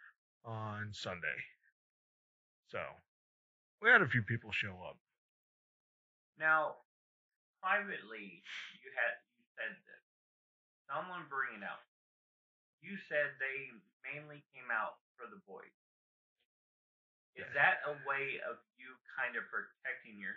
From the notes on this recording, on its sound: we had a malfunction with the audio